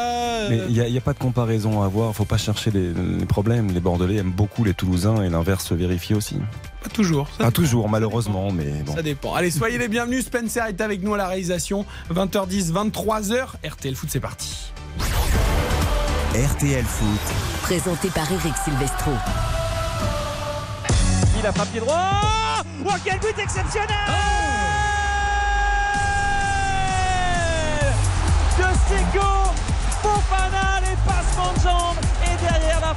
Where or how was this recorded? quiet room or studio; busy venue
busy venue